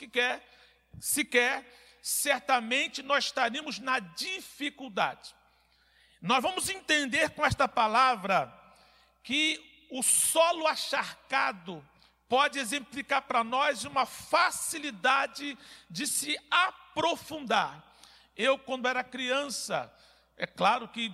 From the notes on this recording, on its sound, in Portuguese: CULTO - AO VIVO.